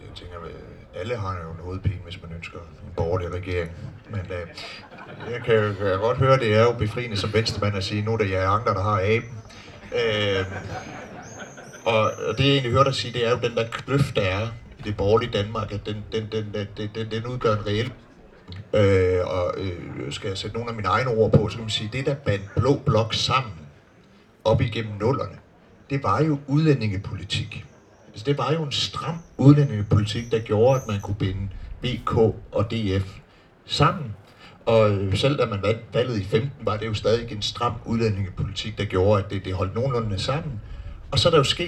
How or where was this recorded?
busy venue